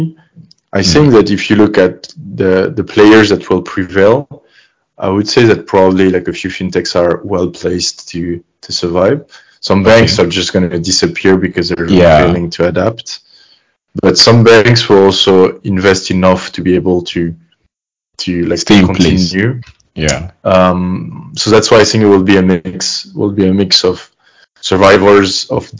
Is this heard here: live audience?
no